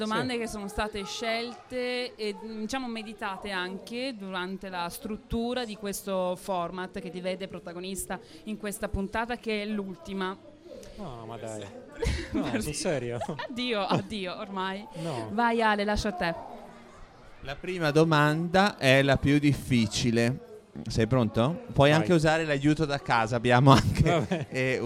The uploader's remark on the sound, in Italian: PUNTATA SPECIALE DAL FESTIVAL DELL'ECONOMIA 2018!